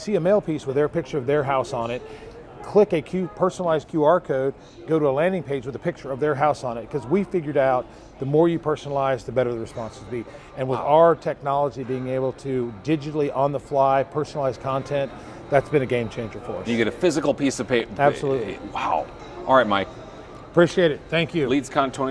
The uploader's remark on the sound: Are on site at LeadsCon 2023. Interviewed 8 attendees from the show floor.